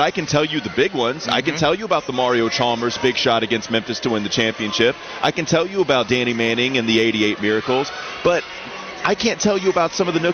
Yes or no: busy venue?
yes